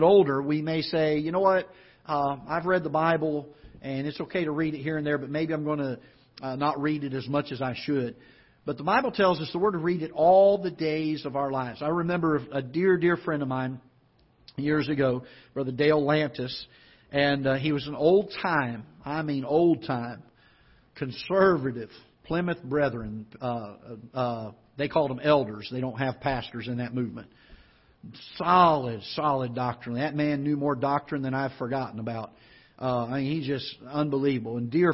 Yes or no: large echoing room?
yes